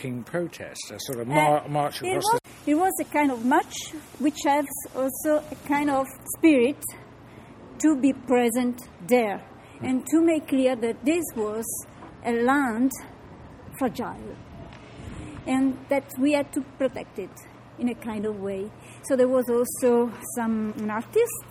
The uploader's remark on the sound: The medieval heart of Vic, in Catalunya; its narrow streets are not very conducive to recording an interview as sounds reverberate off the stone facades. As they weave through the bustling streets in search of ambient calm, their much interrupted conversation.